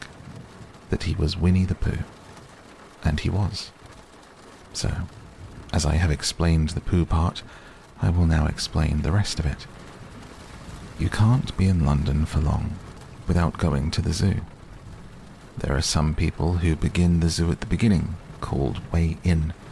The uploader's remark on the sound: A complete reading of Winnie The Pooh with relaxing rain sounds in the background to help you sleep.